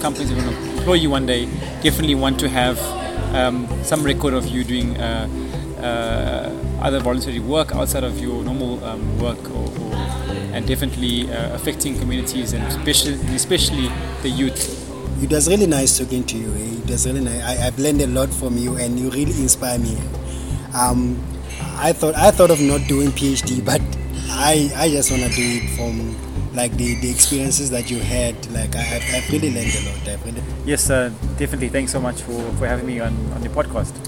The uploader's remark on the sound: brought to you live from Vida E Caffe in Rondebosch